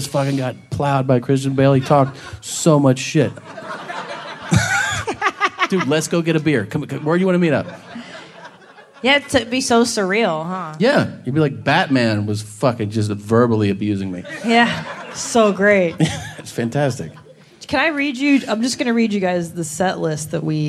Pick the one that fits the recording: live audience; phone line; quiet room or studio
live audience